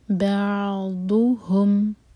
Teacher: बाउदु और दौद के लिए कभी भी ज़बान की टिप नहीं यूज़ करनी, वो है दाल का मखरज. दौद का मखरज जो है ज़बान के साइड से है, आपने ऊपर वाले जो दांत हैं साइड वाले अंदर के साइड ज़बान को कस के दबा कर लगाना है, इससे दौद हैवी होगा इंशाल्लाह.